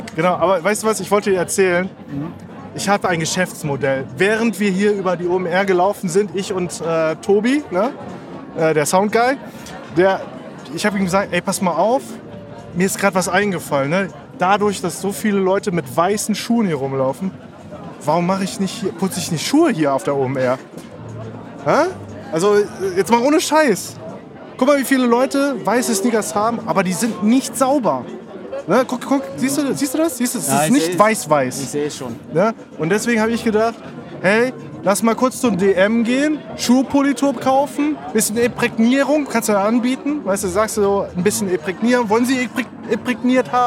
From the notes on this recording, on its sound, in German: Erster Besuch auf der OMR "Online Marketing Rockstars". In der heutigen Spezialfolge sind wir auf der OMR "Online Marketing Rockstars" und nehmen euch live vor Ort mit.